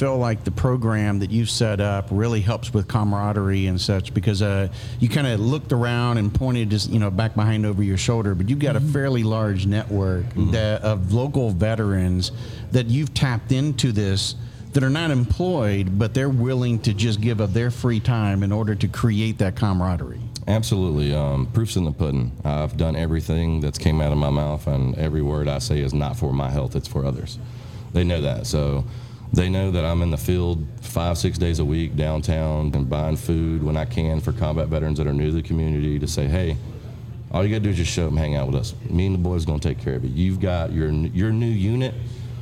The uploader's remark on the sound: Taped at Line Creek Brewing Co., Fayetteville, GA